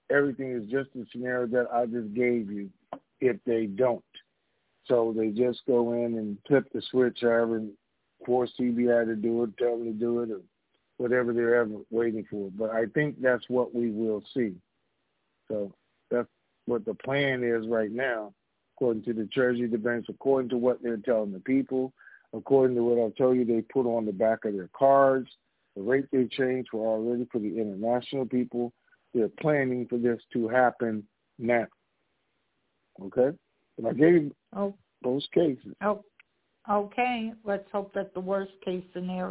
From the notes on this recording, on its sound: TNTSuperfantastic Conference Call.